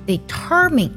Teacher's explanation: determine 这个单词呢，我们要注意它的重音在第二个音节上